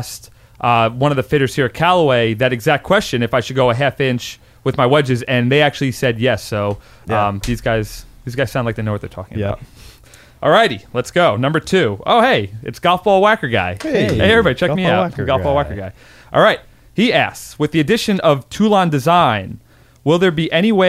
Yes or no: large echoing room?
no